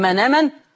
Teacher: بشيل الهمزة وباخد حركتها نقلها على النون تبقى منامن، بس يا شيخ ده كمان بدل، ما هو ده اسمه بدل مغير بالنقل عشان حصل حكم النقل فيها، فاسمه بدل مغير بالايه؟